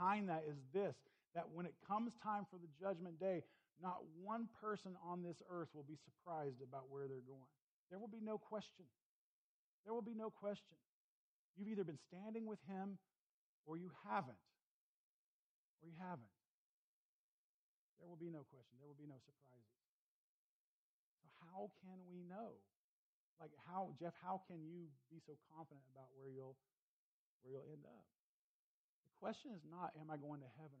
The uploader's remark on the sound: Please excuse the low volume of this recording.